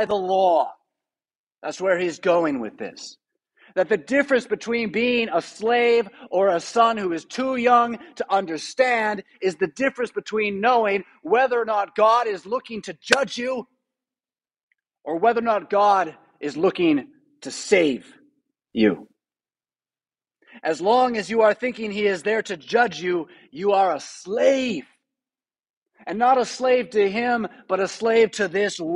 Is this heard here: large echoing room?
yes